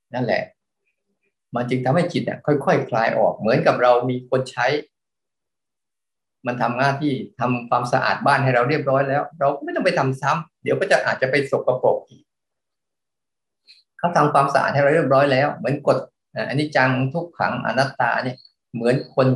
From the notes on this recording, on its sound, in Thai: คอร์สออนไลน์ (ผ่านโปรแกรม Zoom)